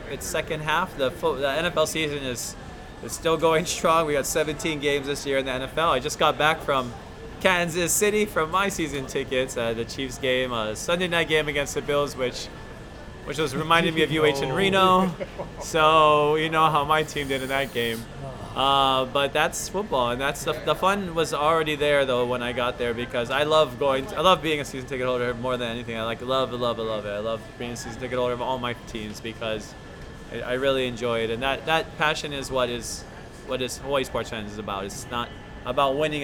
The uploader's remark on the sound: The boys come together to do the show live at Agave & Vine in Ala Moana Center.